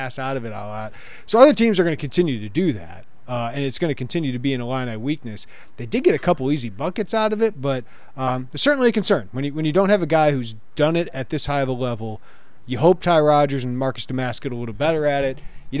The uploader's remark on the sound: live from Jersey Mike's Arena